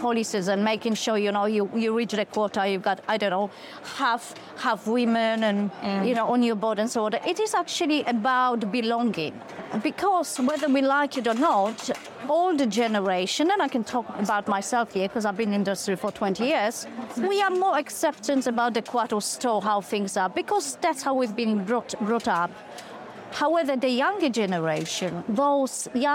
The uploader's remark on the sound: live from FinTech Connect